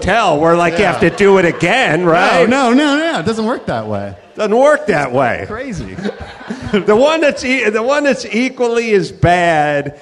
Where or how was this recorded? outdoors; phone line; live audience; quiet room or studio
live audience